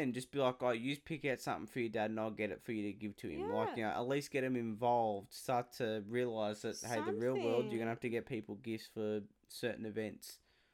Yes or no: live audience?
no